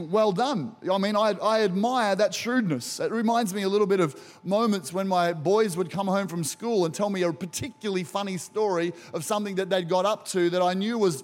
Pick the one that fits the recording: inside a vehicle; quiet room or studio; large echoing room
large echoing room